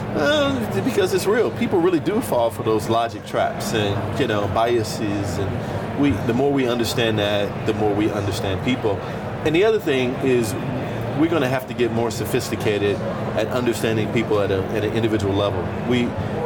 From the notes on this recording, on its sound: Studio on the road (again) to the 2023 HR Technology Conference & Exposition , held October 10–13 in Las Vegas. HR Tech 2023.